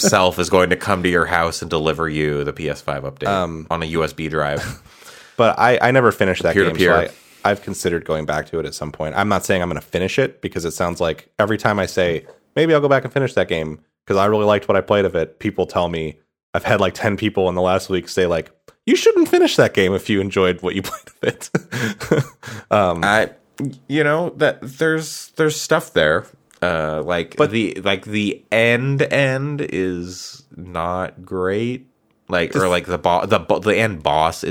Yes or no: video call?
no